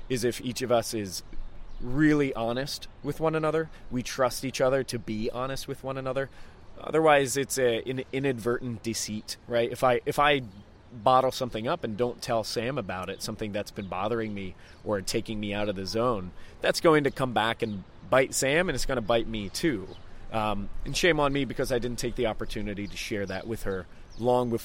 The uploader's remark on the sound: Live from Coworking Europe